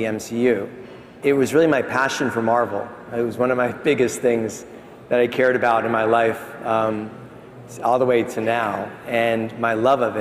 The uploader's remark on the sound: A Consensus 2023 panel